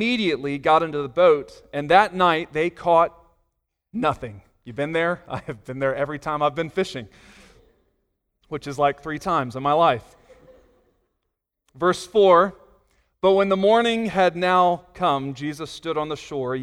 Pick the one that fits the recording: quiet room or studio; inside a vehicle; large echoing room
large echoing room